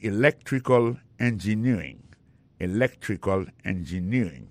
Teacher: accent tombé dans electrical là, tombé sur deuxième syllabe là. Electrical engineering.